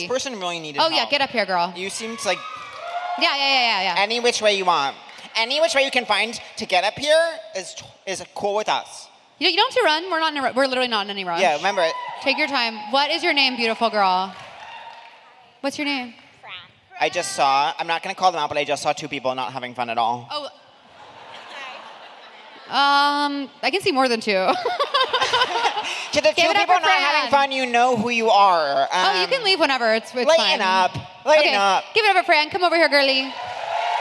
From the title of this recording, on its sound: Seek Treatment Live: London